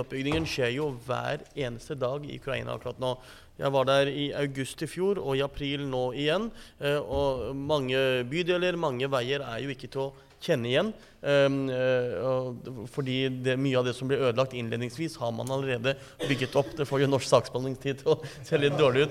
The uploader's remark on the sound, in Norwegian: Live fra Stortinget. Arrangerte SMB Norge et seminar på Stortinget. Dette er et live-opptak, med en politisk debatt.